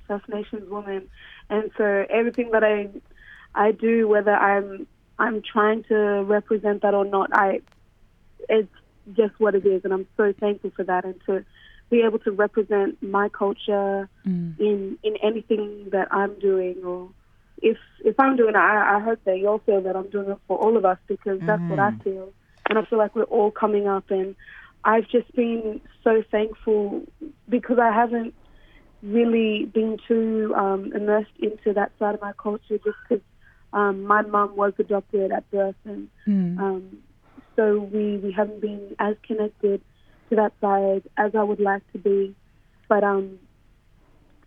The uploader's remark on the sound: Connecting on the phone from hometown Melbourne.